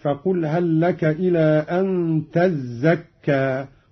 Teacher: ومن سورة النازعات قوله تعالى: فقل هل لك إلى أن تزكى، قرأ قالون بتشديد الزاي: فقل هل لك إلى أن تزكى، وأصلها تتزكى، أدغمت التاء في الزاي